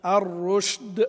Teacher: الحذر من إبدالها جيما، لا سيما إذا سكنت قبل الدال